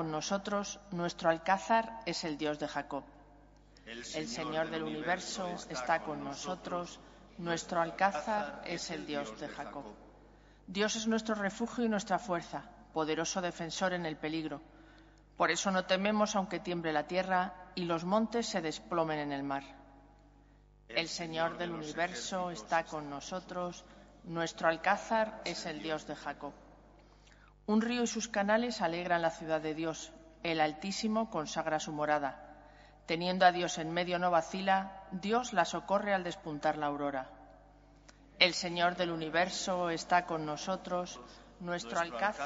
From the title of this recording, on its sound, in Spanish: Santa Misa del martes 21/3/2023, Iglesia de María Virgen Madre